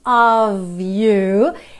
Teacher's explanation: esse OF sempre com som de OV